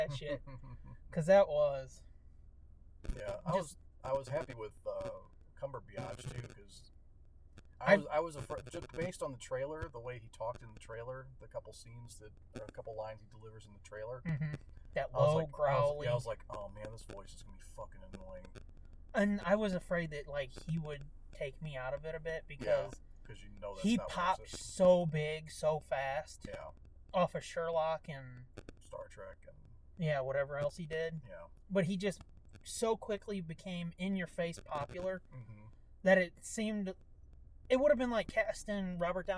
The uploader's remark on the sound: Forgive the sound quality as we deliver all of that and so much more in this special road edition of The Nerd Blitz.